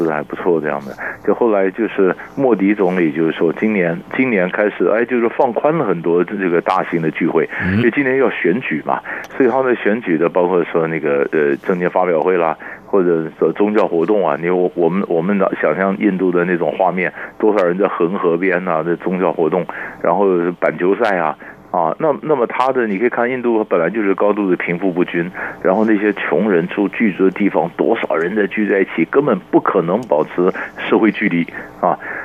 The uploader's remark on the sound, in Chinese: 連線訪問